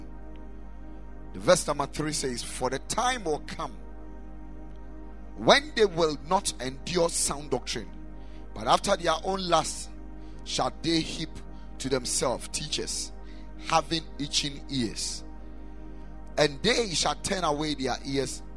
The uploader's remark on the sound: Preached at Ekklesia Chapel